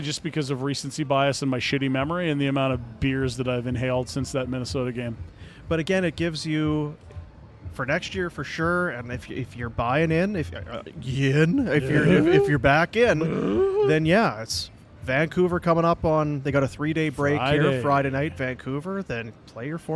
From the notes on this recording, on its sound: LIVE from the Grey Eagle